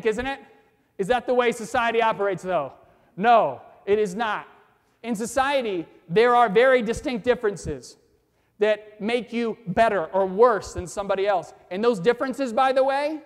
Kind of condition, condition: setting, live audience